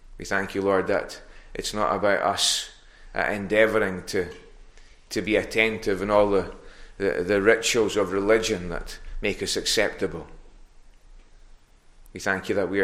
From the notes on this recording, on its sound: recorded at North Harris Free Church on the morning of Sunday 24th April 2022